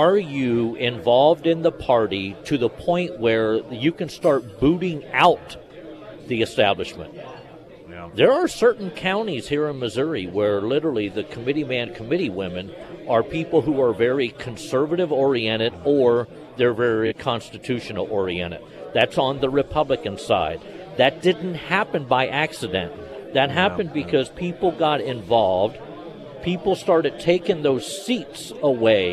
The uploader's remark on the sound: live at Scramblers Diner for KSGF Heroes Veterans Breakfast